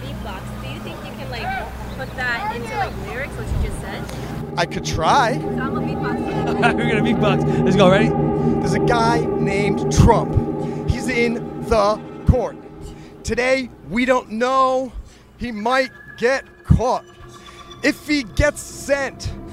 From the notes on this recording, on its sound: This is an audio collage made of found footage from the February 2023 Indictment of Donald Trump. Went to the courthouse where protestors and counter protestors yelled at each other from a distance!